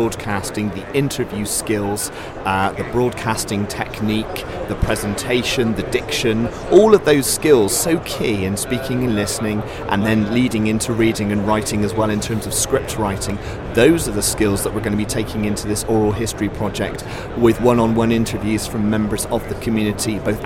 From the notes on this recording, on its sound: NetSupport Radio LIVE show from stand D120 at BETT2018. The equipment that we use costs less than £3,000.